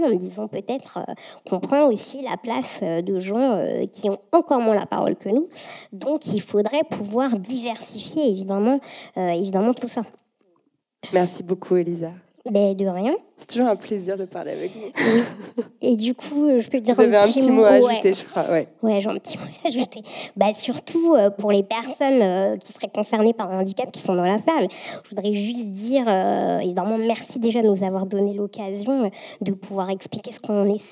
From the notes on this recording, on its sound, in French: Enregistré le 11 octobre dernier au Carreau du Temple dans le cadre du cycle de conférences « Présent·e·s » qui explore la place des femmes dans l’espace public.